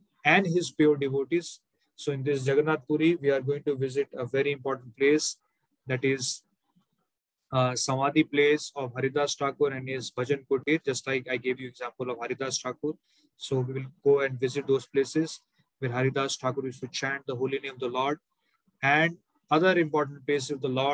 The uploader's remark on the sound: Zoom recorded class